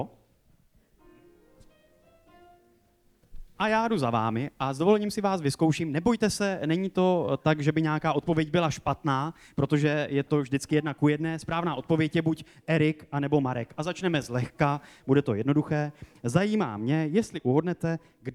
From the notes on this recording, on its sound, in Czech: V tomto případě prolínání hostů, žánrů, hlediště a jeviště. Pořad postavený na unikátní kombinaci dvojic a jedinečné interakci s publikem. Namícháme vám živou show, hosty i drink na míru!